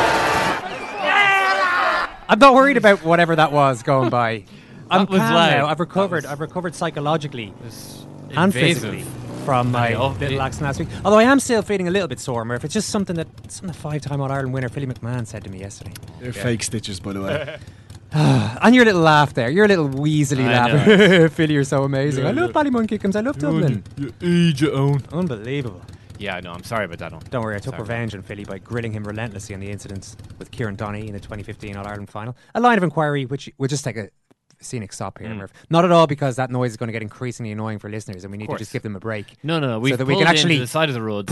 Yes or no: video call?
no